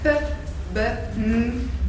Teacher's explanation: a P-hez képest az M-nél az orrom is részt vesz. Mondjátok ki azt, hogy M, és akkor is érezni, hogy érzitek, hogy ott az orrunkban is történik valami, míg a P esetében nem. · Term: orrhangok